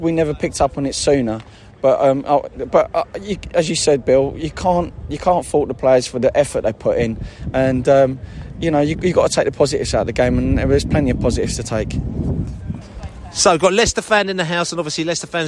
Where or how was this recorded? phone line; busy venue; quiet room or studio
busy venue